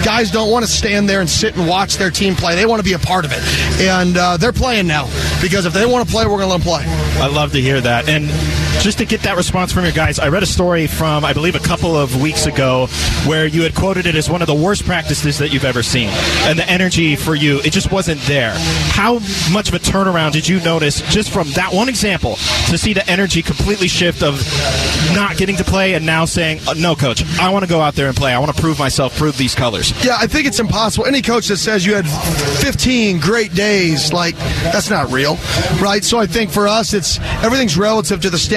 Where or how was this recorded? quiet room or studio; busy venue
busy venue